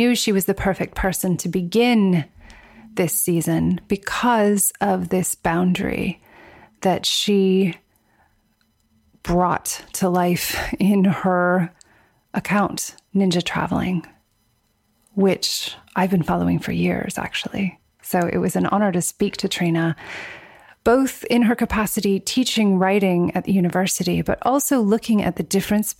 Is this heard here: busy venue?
no